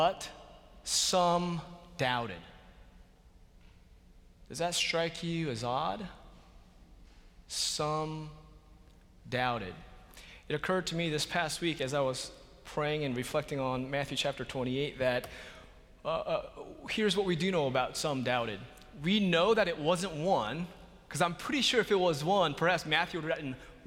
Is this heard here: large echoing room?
yes